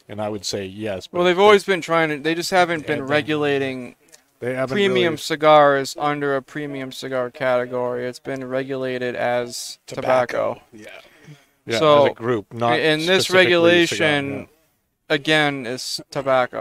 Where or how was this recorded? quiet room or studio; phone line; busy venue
busy venue